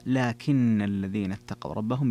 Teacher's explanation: في قوله جل ذكره لكن الذين اتقوا ربهم، نعم جميع القراء قرأوا لكن الذين اتقوا ربهم، أما أبو جعفر فقرأ لكن الذين اتقوا ربهم بتشديد النون